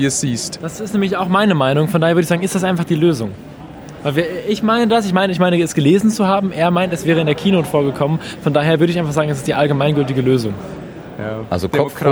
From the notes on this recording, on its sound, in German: RMN033 #32C3 Rundgang. Treppauf, treppab.